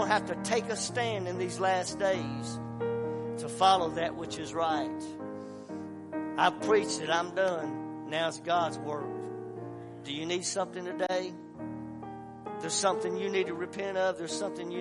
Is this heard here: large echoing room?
yes